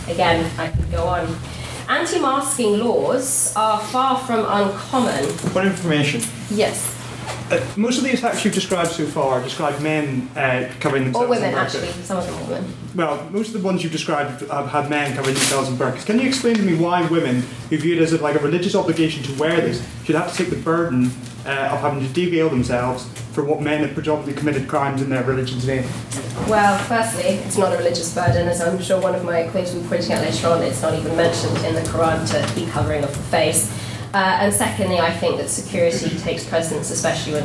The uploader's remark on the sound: The recording of the sixth ordinary meeting of the one hundred and sixty-eighth session of the Queen's University of Belfast Literary and Scientific Society. The House convened to discuss the motion.